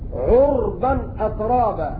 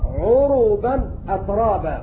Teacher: قرأوا عربا أترابا بسكون الراء، وباقي القراء قرأوا بضم الراء عروبا أترابا